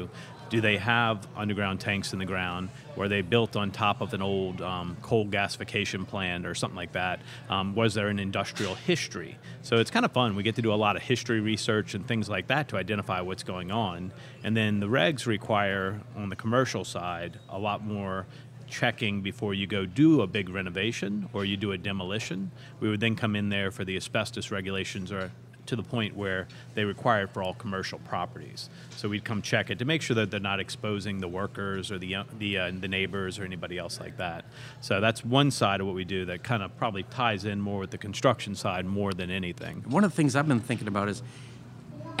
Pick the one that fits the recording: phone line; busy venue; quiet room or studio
busy venue